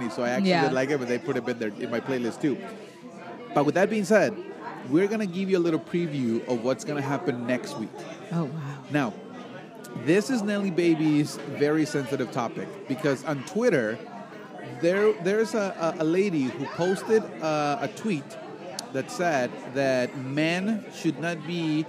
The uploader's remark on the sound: live from Ignotz Ristorante in Little Italy, Chicago